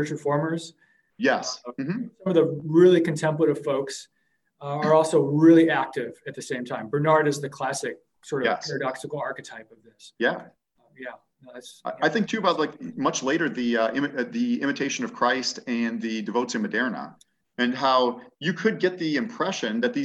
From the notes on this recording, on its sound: An online webinar